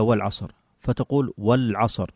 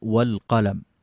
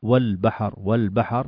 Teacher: فأنت نطقت هنا اللام فنقول هي لام قمرية